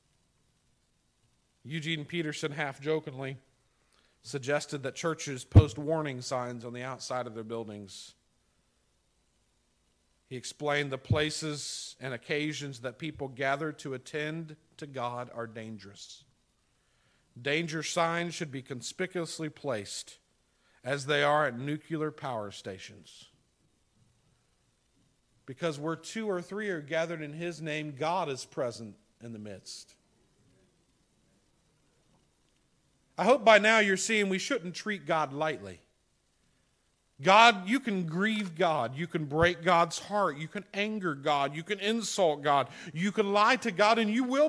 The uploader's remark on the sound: This sermon was preached on April 11, 2021 at the Tarrant Bible Methodist Church. This sermon was preached on April 11, 2021 at the Tarrant Bible Methodist Church .